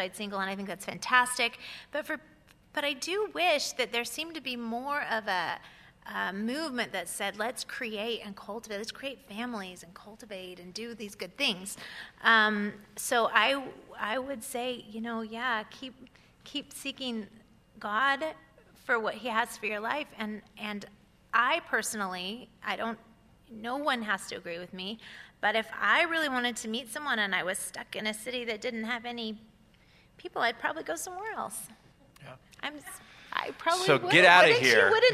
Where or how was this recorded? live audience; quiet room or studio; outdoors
live audience